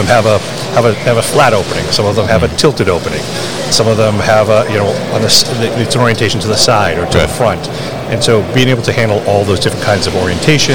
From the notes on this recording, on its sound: Berkshire Grey at MODEX 2022. Live from the booth at MODEX.